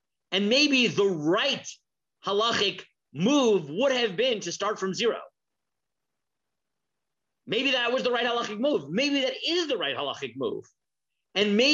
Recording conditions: video call